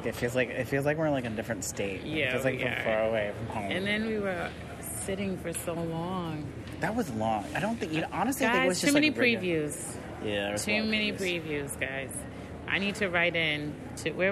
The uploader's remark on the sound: The duo set out for the streets of Upper West Side to record their thoughts before and after the film.